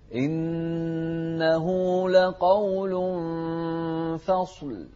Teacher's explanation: فخمت الصاد بس ما فخمت الفاء